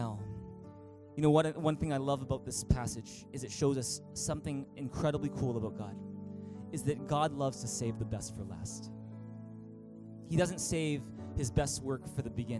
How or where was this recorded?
large echoing room